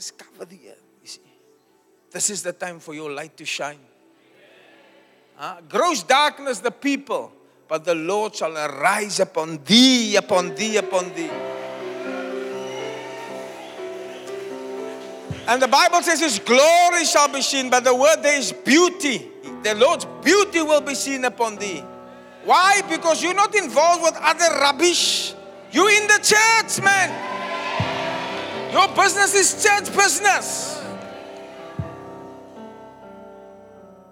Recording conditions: live audience